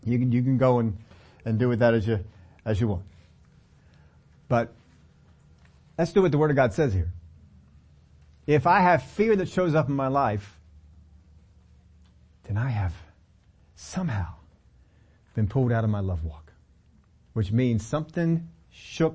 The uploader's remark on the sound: we take them on in this Sunday service